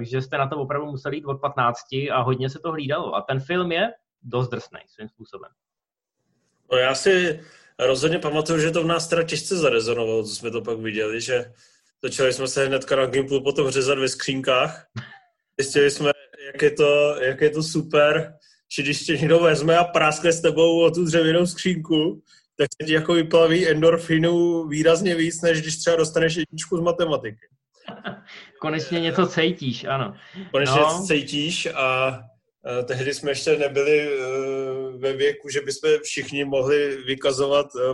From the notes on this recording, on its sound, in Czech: Díky aplikaci Zoom se vracíme se speciály, ještě v trochu kompromisní audiovizuální formě.